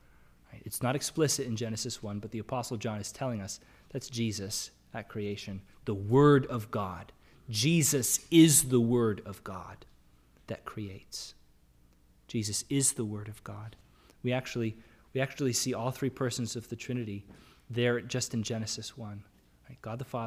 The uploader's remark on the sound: Sermon audio from the LBC worship service.